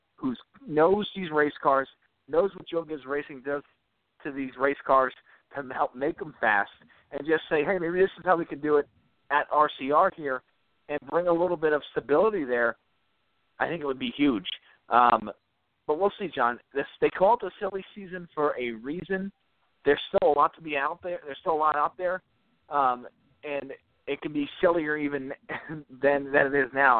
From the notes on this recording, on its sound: we'll take some phone calls